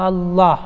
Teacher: من الأخطاء أن بعضهم يمد همزة الله، الله، هذا خطأ، هذا من الخطأ، لا بد أن الإنسان يقرأها قراءة صحيحة.